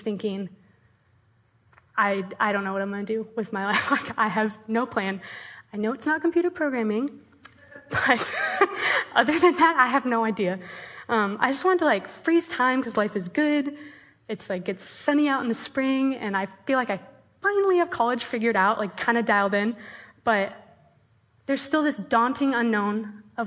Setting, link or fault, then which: setting, live audience